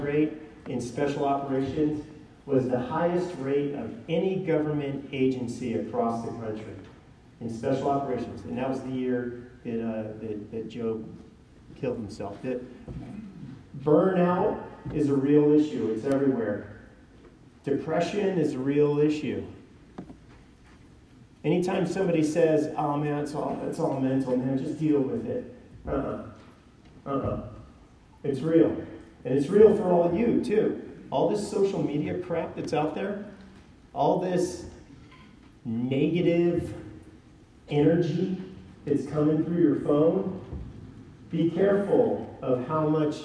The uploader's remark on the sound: Given at NCYC, Indianapolis,